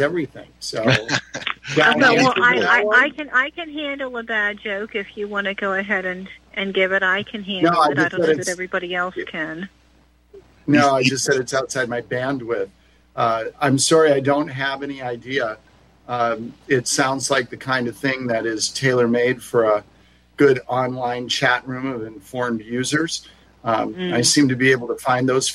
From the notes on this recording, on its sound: Your Phone Calls!